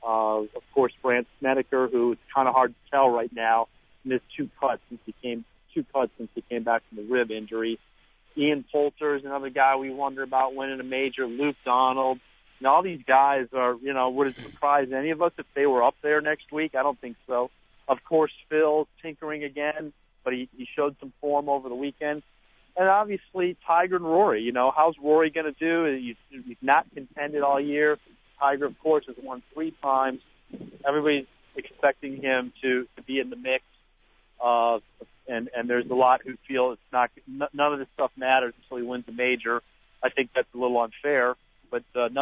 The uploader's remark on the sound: called in to wrap up the show